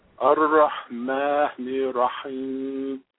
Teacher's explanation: that particular R is a rolling R